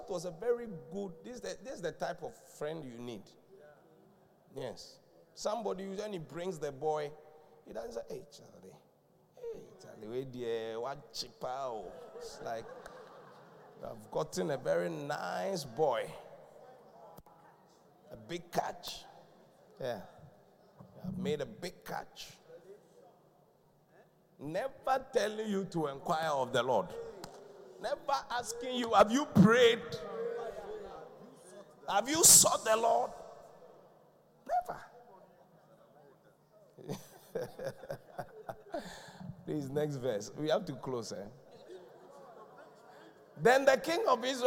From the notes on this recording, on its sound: Preached at The Qodesh